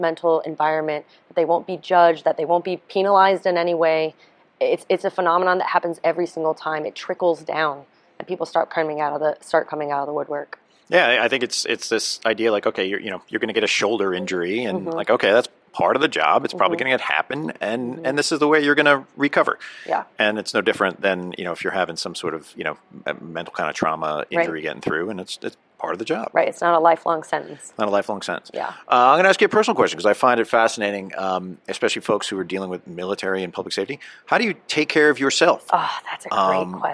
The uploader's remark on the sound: at the 2023 NEP "We Need to Talk" mental and behavioral health conference in Las Vegas